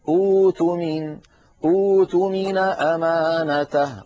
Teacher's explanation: لما نصل إلى ائتمن تعارضنا القاعدة اللغوية التي شرحتها منذ قليل، فنضطر أن نحول الهمزة الساكنة إلى واو